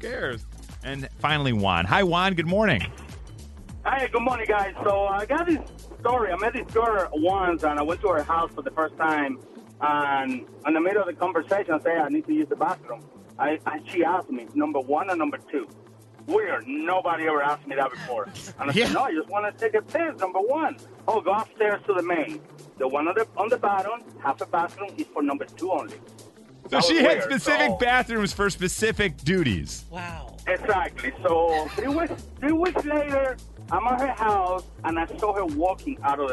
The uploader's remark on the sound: Today listeners called